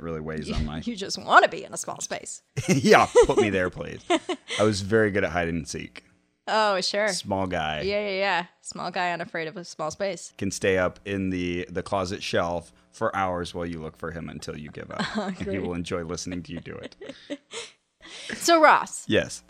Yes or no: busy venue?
no